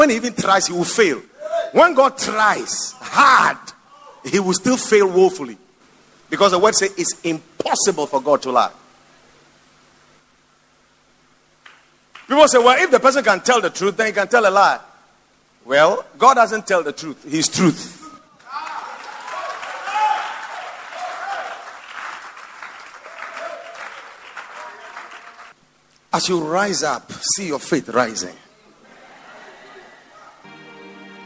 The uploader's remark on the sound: Preached at the Watered Garden Church